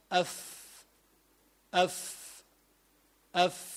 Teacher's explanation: تلاحظ أنك تستعمل الشفة السفلى، فإذا أيضا الفاء حرف شفوي، يعني يخرج من الشفة.